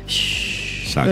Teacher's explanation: la sh se pronuncia un poco aspirada, sería como sh, esa SH Exacto.